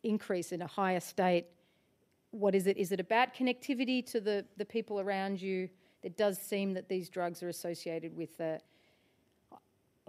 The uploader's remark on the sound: Live at the Wheeler Centre. This event was part of Present Sense, a Wheeler Centre original series.